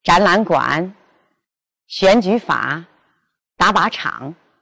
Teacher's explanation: 此时前两个音节变为阳平，三五调式 · Term: 双单格